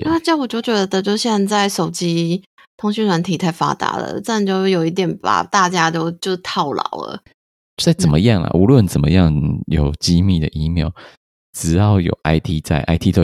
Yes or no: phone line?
no